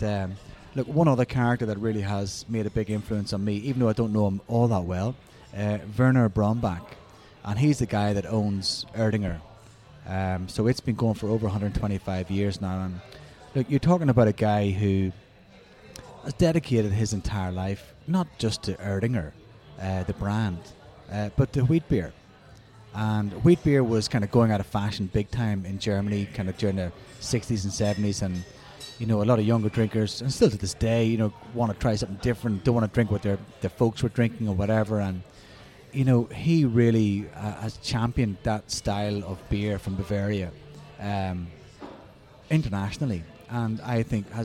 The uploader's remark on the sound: The episode was recorded at Beau Kitchen & Cellar.